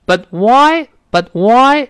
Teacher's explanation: 所以 but 在这更像是失去爆破的声音了，就没有跟后面那个 why 明显连在一块儿。它本身是个连词嘛，断了一下。But why? But why 这么说？那 But why does she have such a